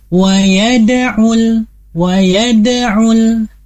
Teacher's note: kita tidak boleh memberikan jeda terhadap huruf dal masuk ke dalam huruf ain · Term: qalqalah sughra